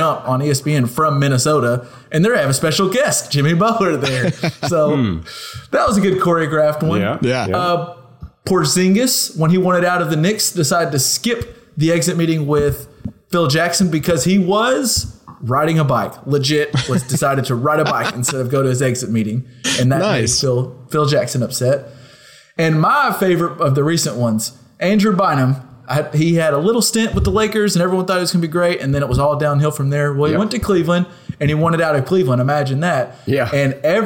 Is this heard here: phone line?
no